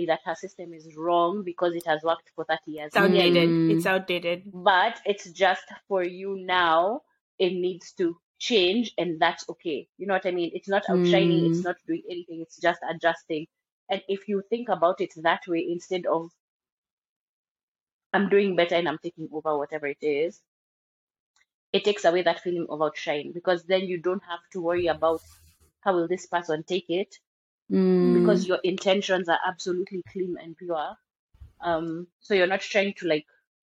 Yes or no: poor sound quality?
yes